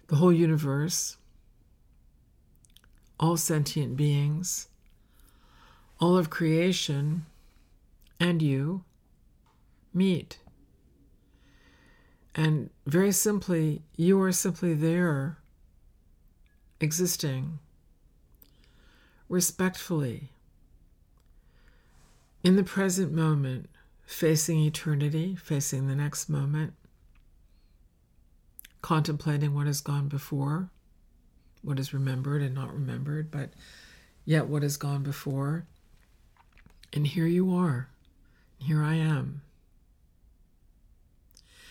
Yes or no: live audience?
no